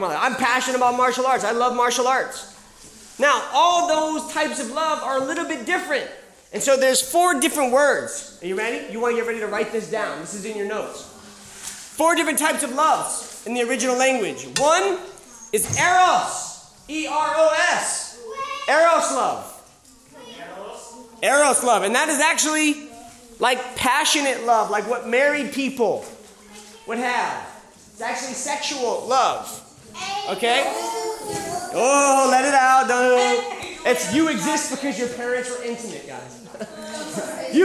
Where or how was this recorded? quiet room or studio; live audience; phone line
live audience